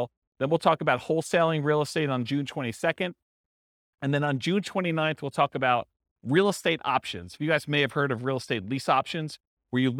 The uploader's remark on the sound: This was a live class recorded